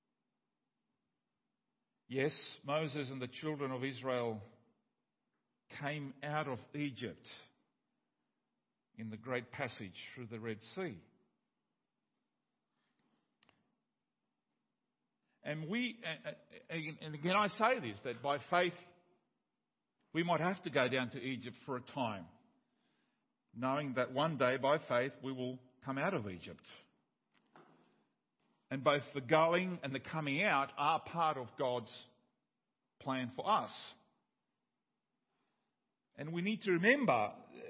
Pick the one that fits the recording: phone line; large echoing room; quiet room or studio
large echoing room